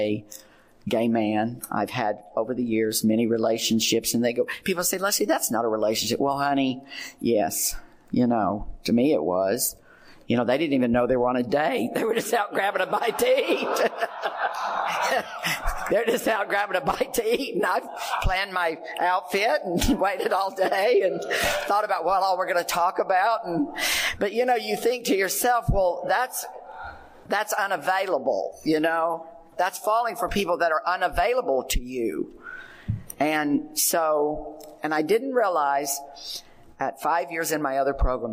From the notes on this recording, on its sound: In this recording he is the Al-Anon speaker at the AALA LGBTQ Convention held in 2012 in Burbank California